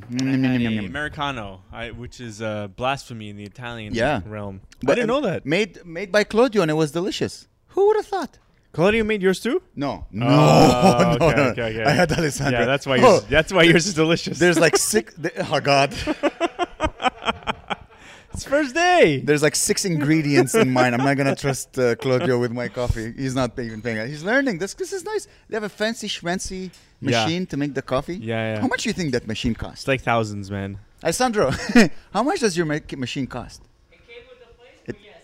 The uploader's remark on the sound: This hot episode was recorded at the new and beautiful Eevee Cafe!